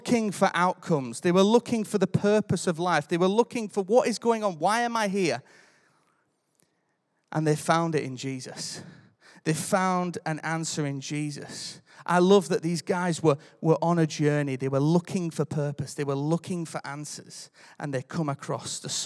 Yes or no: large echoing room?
yes